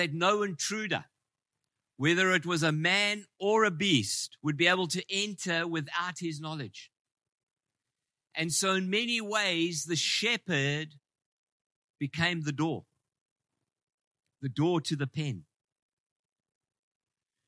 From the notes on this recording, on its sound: Preached in Ngāruawāhia on 17/09/23